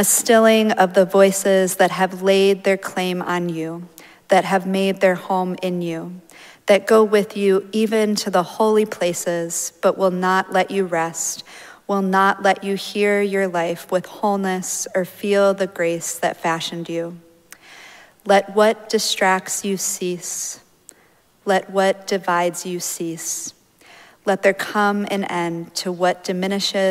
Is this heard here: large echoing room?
yes